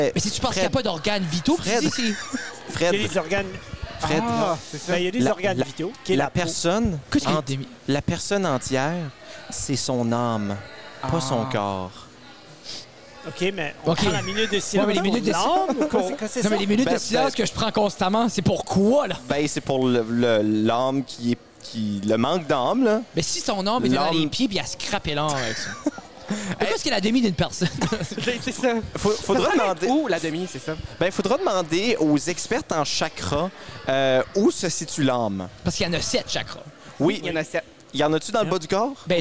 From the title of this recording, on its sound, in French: enregistré au 13 Barrels dans la métropole de Bathurst